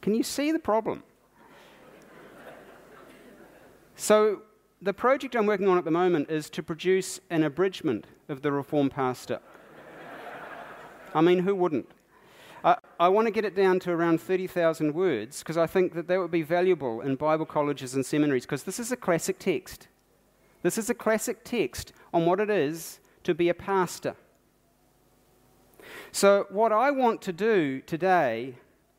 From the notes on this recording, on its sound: Keynote from the Baptist National Hui 2019.